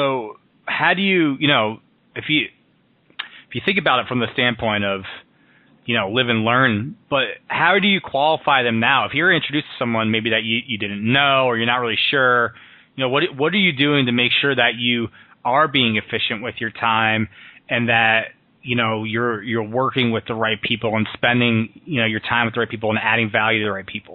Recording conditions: phone line